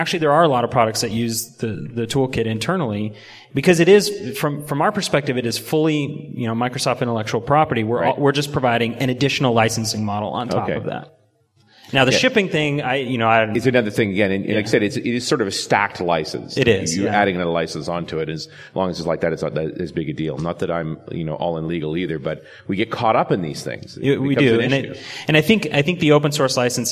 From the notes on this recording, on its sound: In front of a live audience. Visual Studio 2010 Road Trip in Phoenix, AZ.